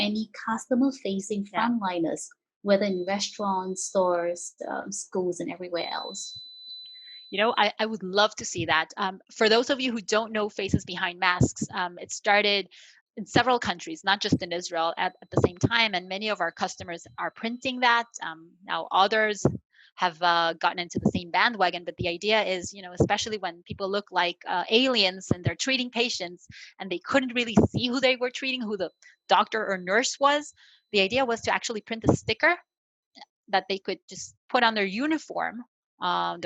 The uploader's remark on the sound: In this webinar recording.